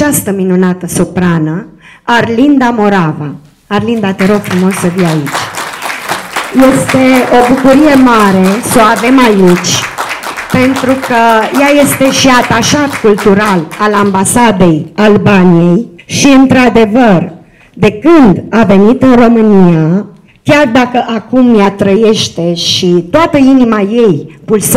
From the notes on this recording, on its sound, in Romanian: Înregistrare live din sala AGIR, București.